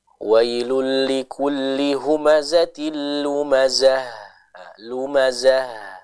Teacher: Ada aliran suara dari huruf H-nya dengan jelas ya. Jadi bukan lumazah, lumazah.